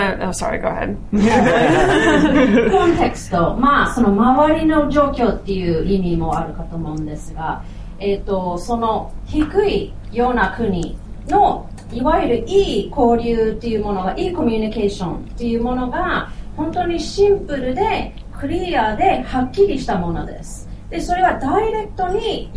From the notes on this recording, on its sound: Live Show in Tokyo. Live episode recorded at Good Heavens British Pub in Setagaya.